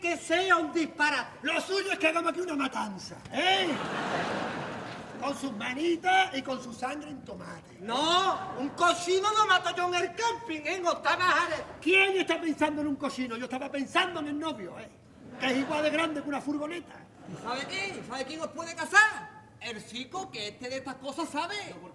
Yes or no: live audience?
yes